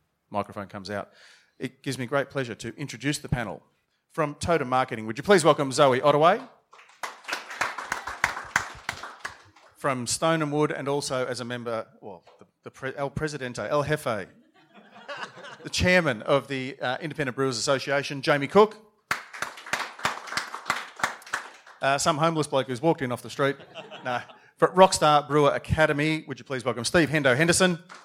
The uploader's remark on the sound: During the recent Good Beer Week in Melbourne, the Cryer Malt trade hub at BeerDeluxe was once again a focus for the brewing industry with a number of important trade discussions taking place. Brews News was able to be there to record some of these panels.